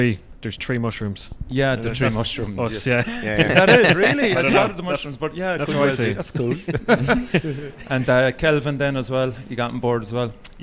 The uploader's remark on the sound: Joined me upstairs in Fred Zeppelin's.